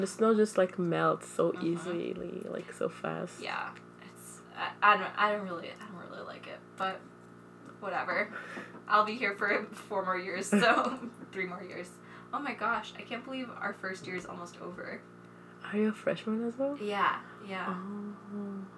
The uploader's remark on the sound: If you hear clanking noises, it's our mugs of tea